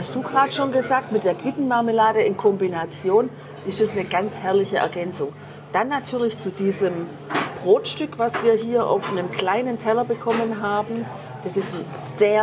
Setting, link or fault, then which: setting, busy venue